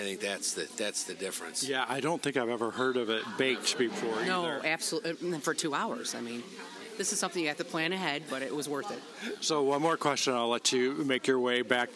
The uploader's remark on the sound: Live from Blue Moon Vintage Market